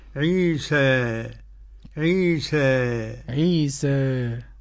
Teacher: وقرأ الإمام أبو عمرو بالتقليل قولا واحدا، عيسى عيسى عيسى.